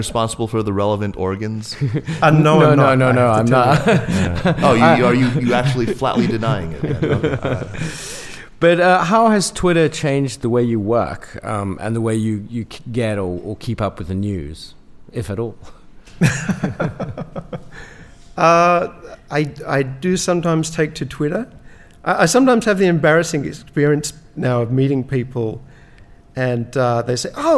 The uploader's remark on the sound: Recorded with a live audience in Beijing.